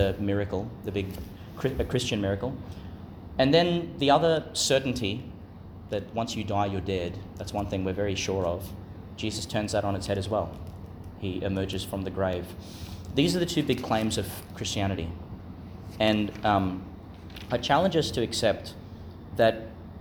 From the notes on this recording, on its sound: Delivered in Chanel College Chapel, Gladstone, Qld.